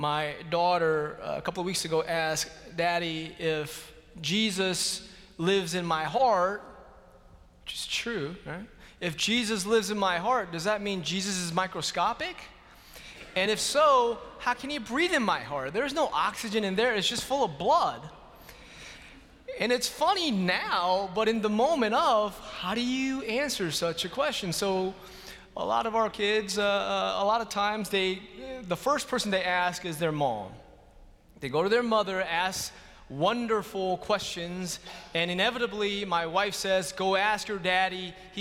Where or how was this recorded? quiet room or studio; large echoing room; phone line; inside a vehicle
large echoing room